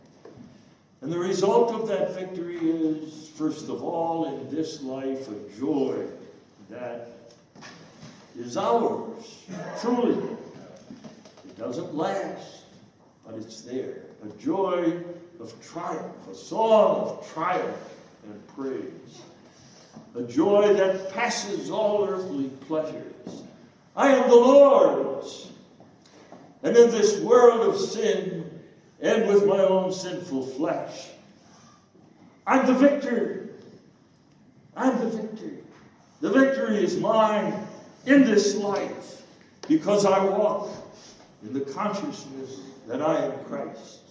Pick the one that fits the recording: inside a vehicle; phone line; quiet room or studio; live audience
live audience